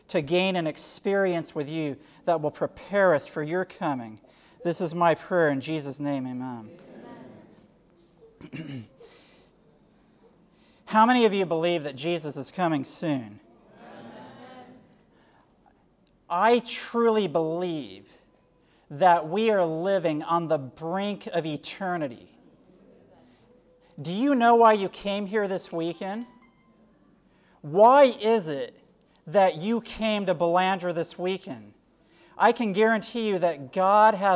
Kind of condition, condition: setting, live audience